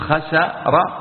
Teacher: لو قلت خسر لكانت السين فيها طول شوية